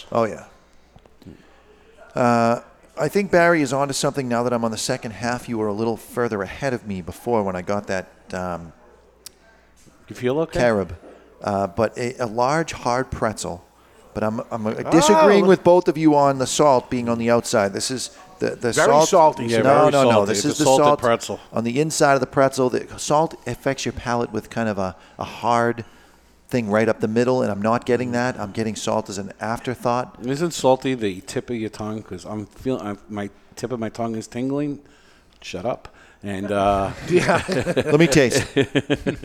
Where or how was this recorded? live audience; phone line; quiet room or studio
live audience